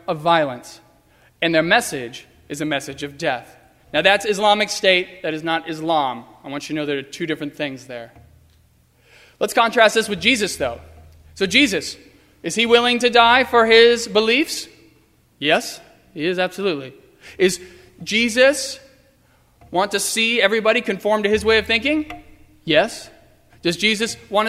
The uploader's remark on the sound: Sermon preached on Sunday, April 12, 2015. At First Presbyterian Church of Arlington Heights, Illinois.